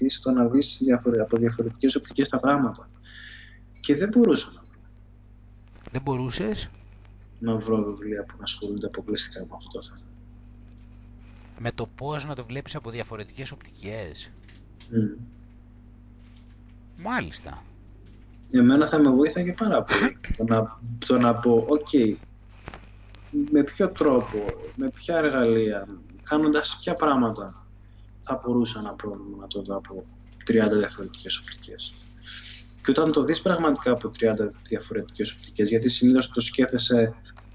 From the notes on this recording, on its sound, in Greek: Οι εβδομαδιαίες συνομιλίες μας στο skype.